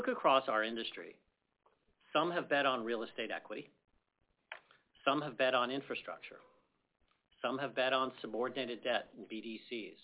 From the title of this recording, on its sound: 1Q’23 Apollo Global Management, Inc. Earnings Conference Call